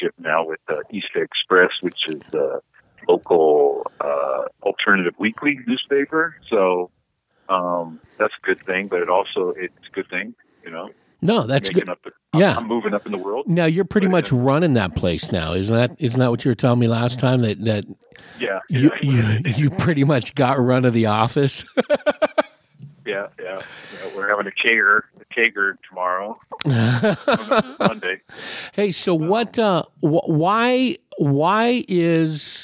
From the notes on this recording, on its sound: talks over the phone line